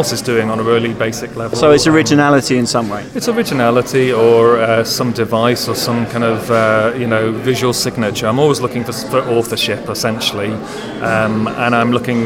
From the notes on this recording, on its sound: This is a special episode from Offspring Photo Meet, an annual gathering here in London. I went down there to sample the atmosphere, see what it was all about, find out what had brought people there.